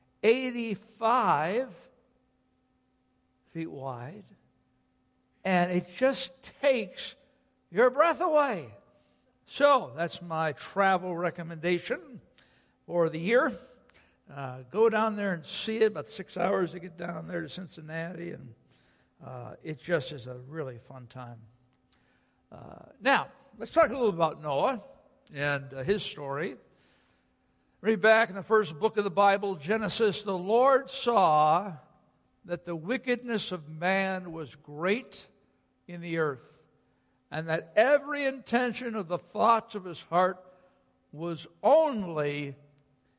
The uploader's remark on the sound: Sunday Worship Service - Audio